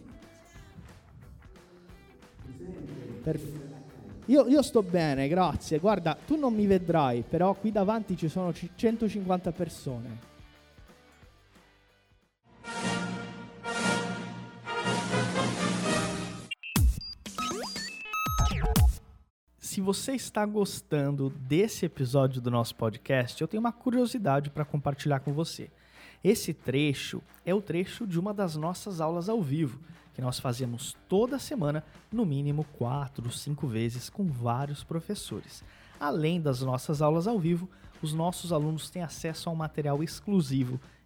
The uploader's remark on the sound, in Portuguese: Esta conversa foi gravada diretamente no nosso evento presencial de São Paulo